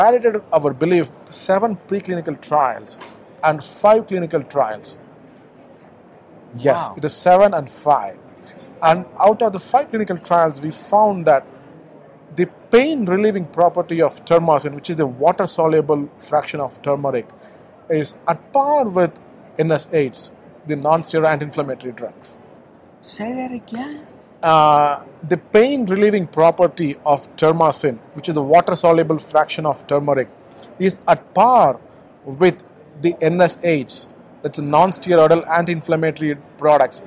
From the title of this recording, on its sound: Live from SupplySide West